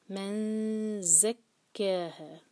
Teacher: افلح من، یہاں پر اخفا اور زا کے لیے زبان تیار، اور جب ہم زا پڑھیں گے تو بزنگ ساؤنڈ کے ساتھ